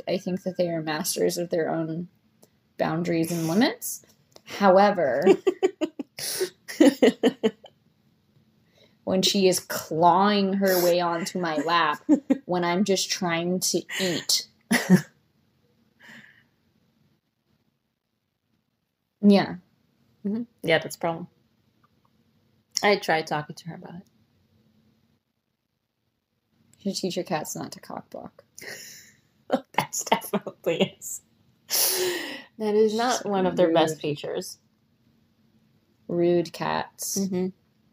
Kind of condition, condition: fault, sounds in the background